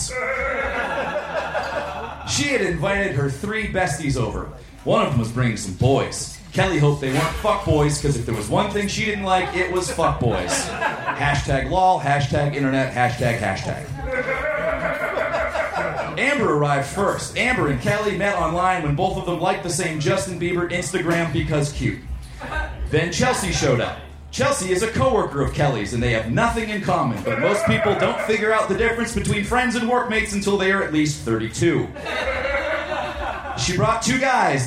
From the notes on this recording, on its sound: Recorded live at The Virgil in Los Angeles, September 20, 2015.